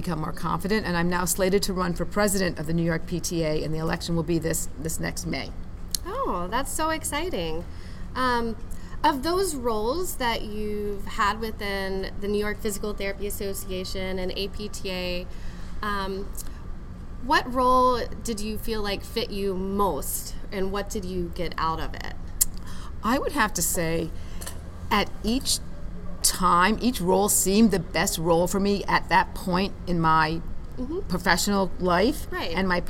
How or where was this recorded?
busy venue